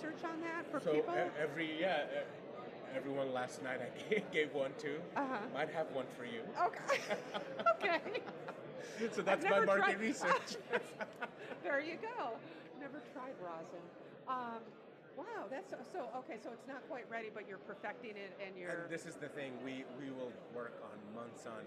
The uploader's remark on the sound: Today we record the podcast from the floor of the MJ Unpacked show in NYC